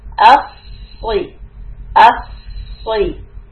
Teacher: The letter sod is coming from the back of your tongue being elevated high. But the lips should not be rounded. You should try to keep the lips straight.